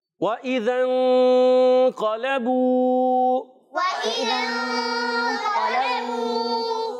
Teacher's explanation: و اذا میں حمزہ واضح کریں گے خوب تحقیق کے ساتھ، اور کھینچیں گے نہیں، ذال علی زبر ذا ہے، مگر یہ ذال علی زبر ذا نہیں پڑھا جاتا، ذال جو ہے نون میں مل جاتا ہے، اس لیے و اذا آواز آتی ہے، ٹھیک ہے؟